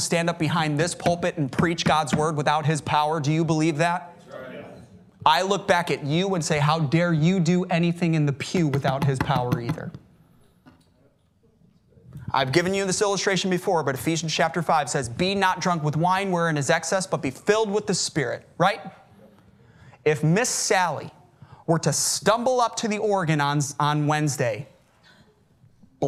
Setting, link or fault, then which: setting, large echoing room